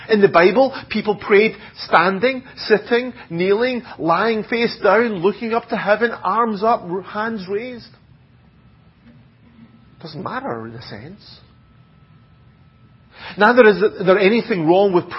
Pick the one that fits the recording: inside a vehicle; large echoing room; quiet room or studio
large echoing room